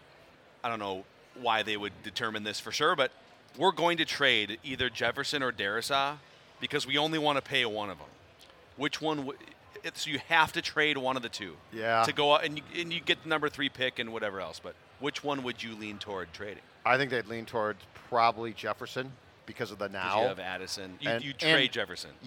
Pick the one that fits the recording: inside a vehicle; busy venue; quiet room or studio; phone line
busy venue